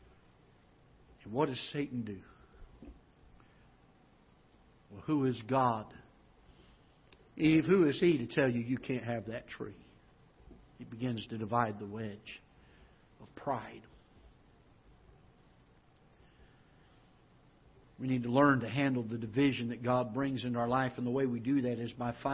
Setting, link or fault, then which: setting, large echoing room